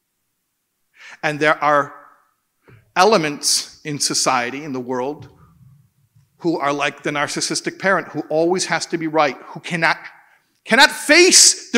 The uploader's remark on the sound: In this keynote address at the Kesher Nafshi shabbaton